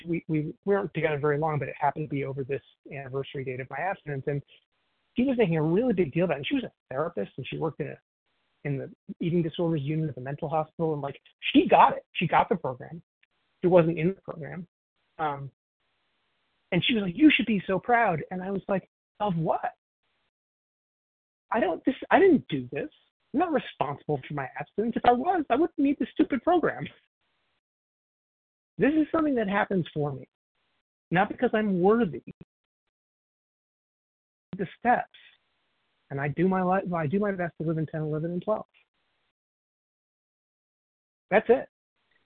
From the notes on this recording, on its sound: 100 Pounders Phone Meeting